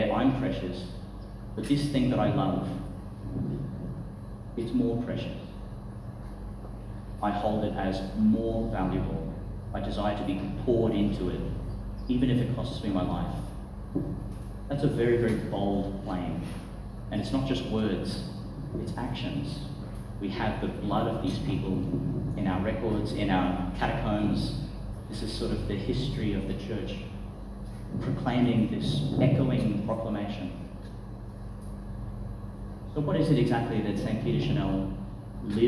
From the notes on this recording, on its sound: delivered at Chanel College, Gladstone